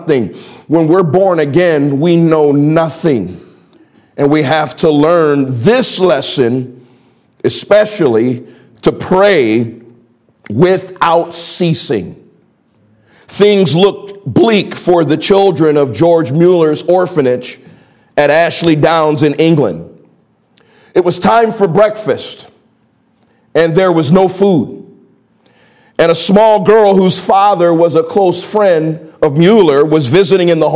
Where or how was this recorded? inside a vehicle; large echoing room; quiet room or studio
large echoing room